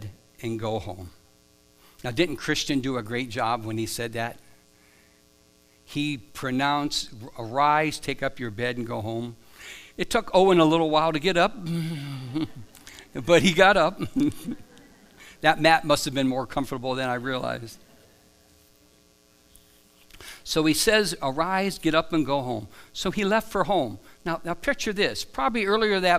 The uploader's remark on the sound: Live from The Summit Church in Dover, OH